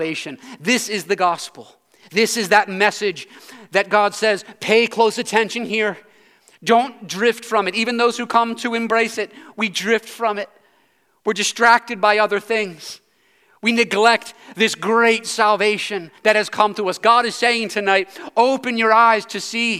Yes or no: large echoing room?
yes